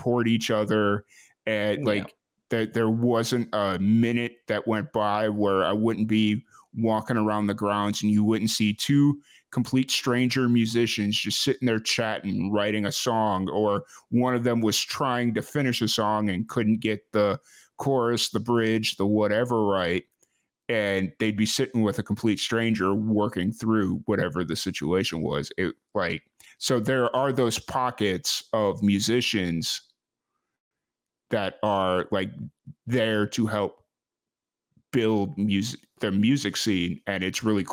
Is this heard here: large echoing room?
no